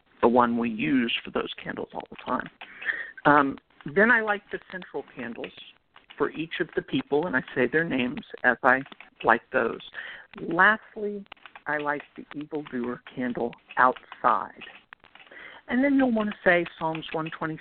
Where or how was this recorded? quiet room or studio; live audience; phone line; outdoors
phone line